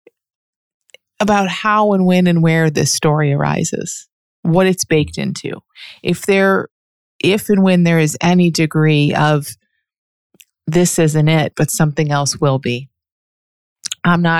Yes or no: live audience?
no